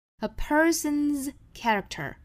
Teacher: 我们注意 person 加上了 s 这个尾部的 s,要读成浊辅音的 z.